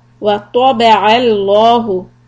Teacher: keep the taw heavy, and lafz jalal lam heavy